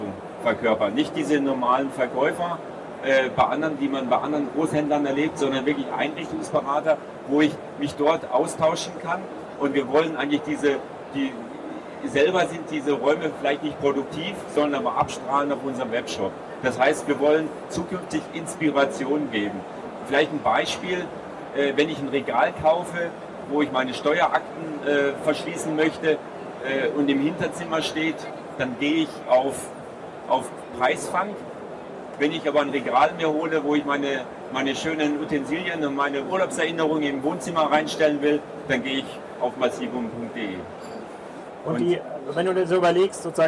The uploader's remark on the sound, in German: Das erste DMEXCO live Interview